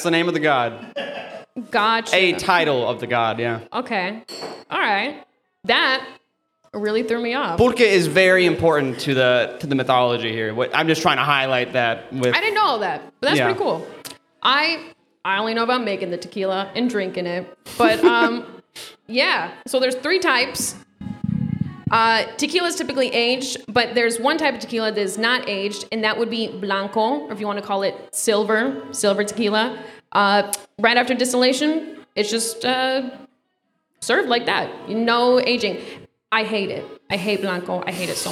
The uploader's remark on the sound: The History of Tequila (LIVE at Hacienda Las Glorias). Takes the show on the road to record their first live episode at Hacienda Las Glorias! We'll be LIVE at Hacienda Las Glorias on 1st Ave in Cedar Rapids Iowa during happy hour.